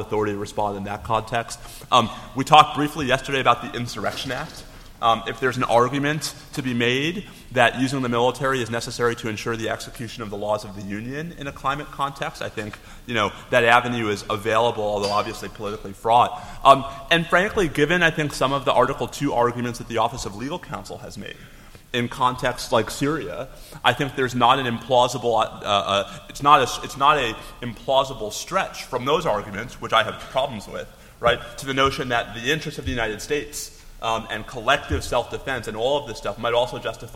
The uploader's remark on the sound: This podcast was recorded live at the 29th Annual Review of the Field of National Security Law CLE Conference.